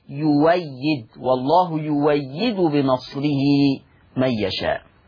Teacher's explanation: الهمزة مفتوحة وقبلها حرف مضموم، والقاعدة بتقول أبدل ورش، أبدل ورش كل همز مفتوح، أبدل ورش كل همز مفتوح بواو مفتوحة